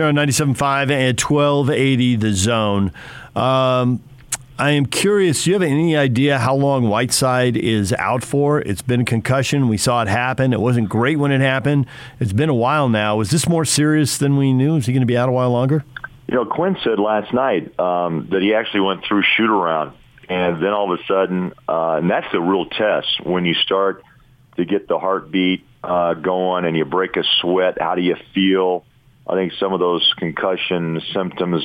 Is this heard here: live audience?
no